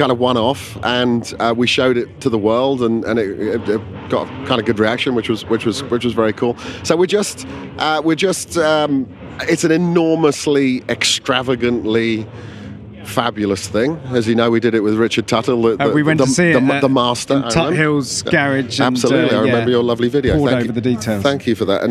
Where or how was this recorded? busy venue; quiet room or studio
busy venue